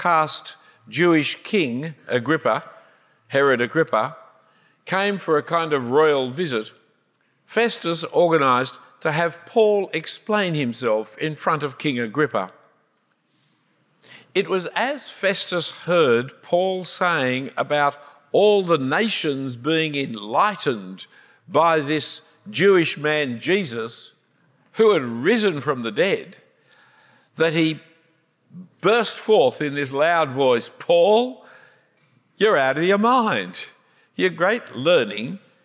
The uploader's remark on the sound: A talk preached at St Helens, London. UK 2018 Passion for Life.